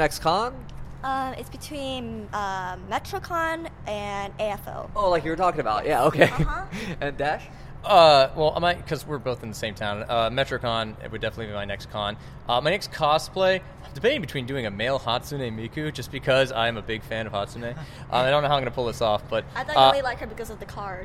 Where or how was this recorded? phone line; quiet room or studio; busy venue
busy venue